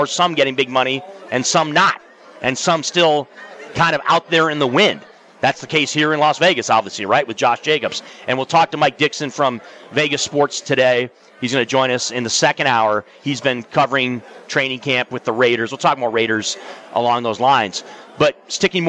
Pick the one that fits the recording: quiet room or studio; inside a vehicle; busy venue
busy venue